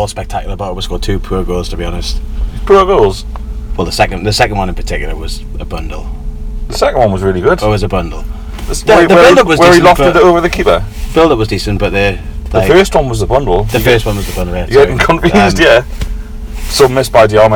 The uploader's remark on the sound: Record for you live from Mecca Bingo car park in Barnsley.